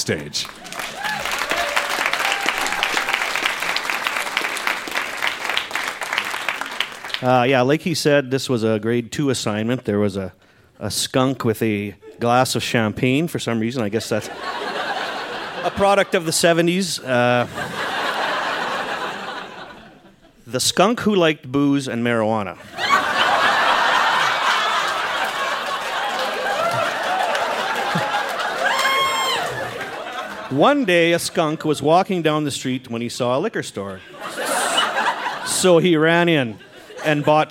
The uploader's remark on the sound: Recorded live at The Artesian in Regina as part of Winterruption 2017.